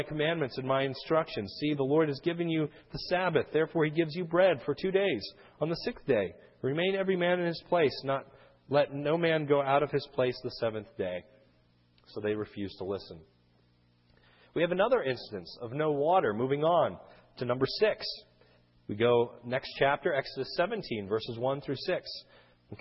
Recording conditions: large echoing room